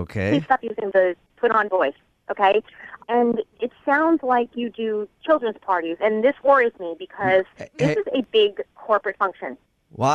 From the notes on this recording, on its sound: Phone Tap